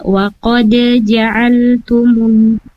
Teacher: Terus yang kedua ada di waqad ja'altumullah, di waqad di huruf qalqalahnya, qalqalahnya dialirkan saja Ibu, jangan ditahan dengan waqad, tapi dibaca waqad ja'altumum, seperti itu Ibu.